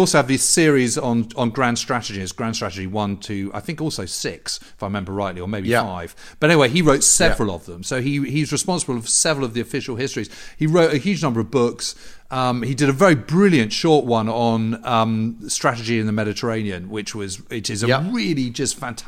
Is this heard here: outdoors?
no